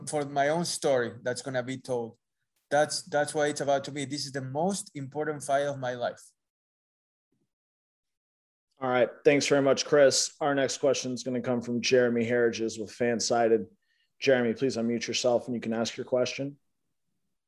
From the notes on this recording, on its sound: virtual press conference